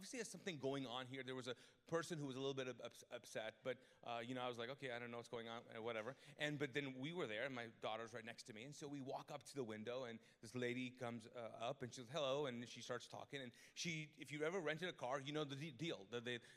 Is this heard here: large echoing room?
yes